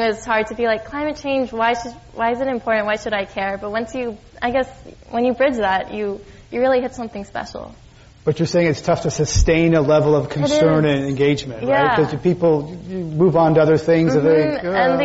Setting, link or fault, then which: setting, live audience